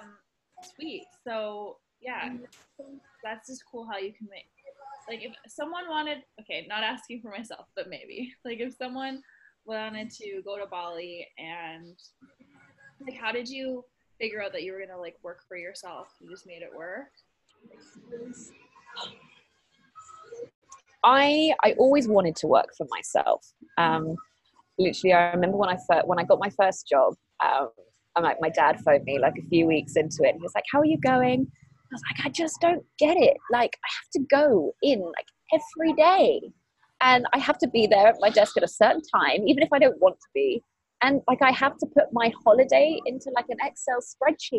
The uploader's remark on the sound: we did this interview via skype